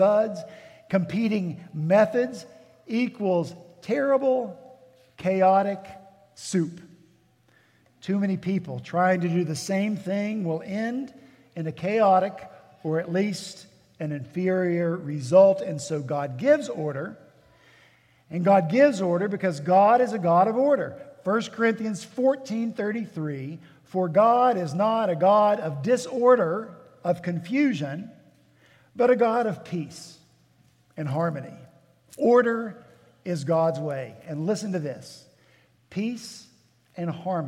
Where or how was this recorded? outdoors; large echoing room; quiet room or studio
large echoing room